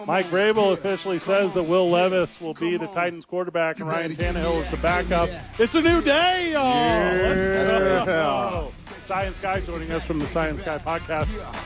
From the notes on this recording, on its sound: live from the Albuquerque Dukes Store